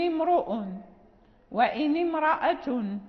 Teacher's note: يعني لا ترقق لأن الكسرى هنا كذلك يعني عارضة، يعني هي يعني هذه همجة وصل، هذه همجة وصل يعني، وكسرت للابتداء بالساكن، يعني امرأة أو امرؤ، يعني لا ترقق الراء لأن الكسرة غير لازمة